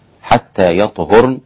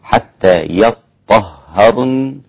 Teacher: بسكون الطاء وضم وتخفيف الهاء · Shown in: first take · Term: بالتخفيف